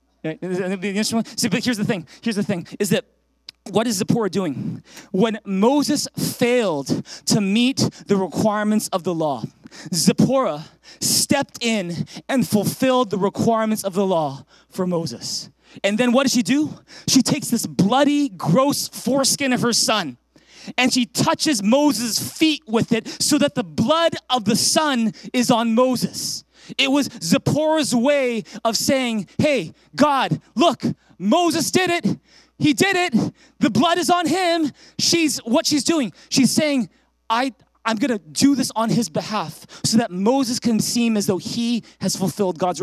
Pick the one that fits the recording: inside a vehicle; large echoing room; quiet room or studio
large echoing room